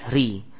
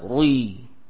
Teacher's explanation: ro kasra itu tipis · Shown in: first take · ri. Terus ada yang membaca dengan tebal, rui, ya.